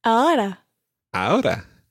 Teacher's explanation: It's not a rolled R, the double R we will be covering in another podcast. This is the single R, which is this kind of flick on your alveolar ridge, just below your hard palate.